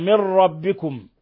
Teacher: نون ساكنة جاء بعدها الراء إدغام بغير غنة